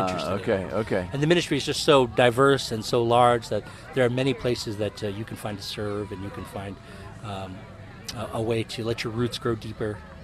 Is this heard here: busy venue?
yes